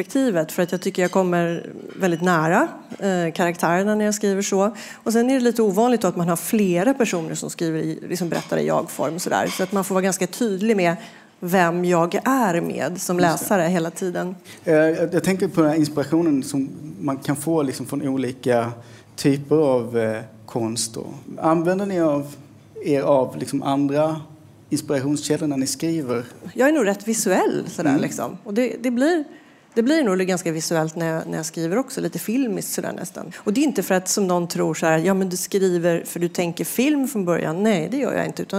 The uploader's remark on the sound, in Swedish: liveinspelning i Brasseriet